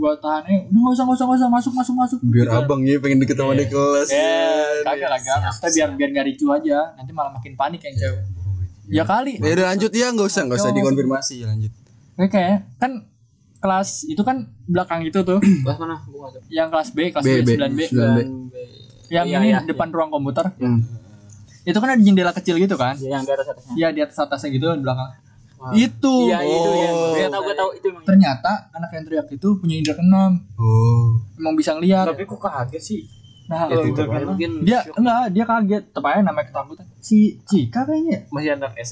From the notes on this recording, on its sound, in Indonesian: Mic lupa dicolok, lagi